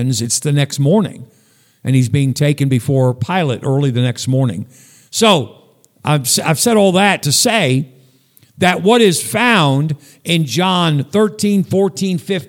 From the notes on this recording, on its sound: Sunday night message at Northeast Baptist Church, Danbury, CT